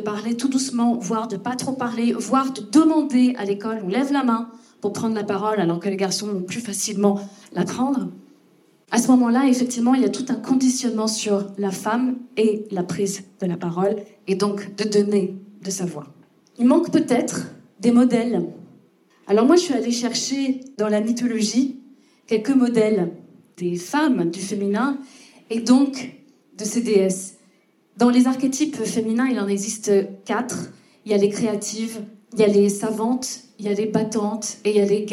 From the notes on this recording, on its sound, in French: Il s'agit du lancement du podcast en public. Je m'excuse cependant pour la prise de son, celle-ci étant publique, l'enregistrement n'est pas optimal mais nous avons essayé de faire au mieux.